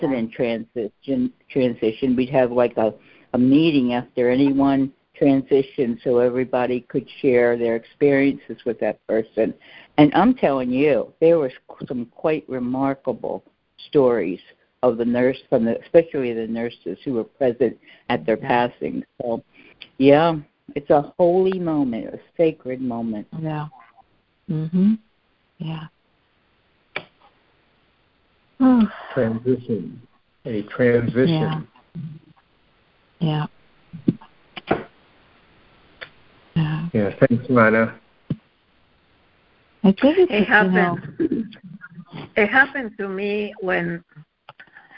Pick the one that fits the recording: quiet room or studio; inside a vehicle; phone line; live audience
phone line